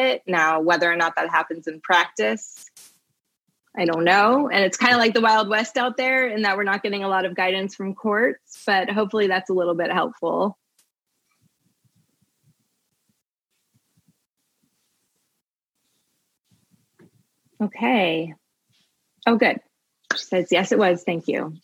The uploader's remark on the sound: (Live Webinar Replay)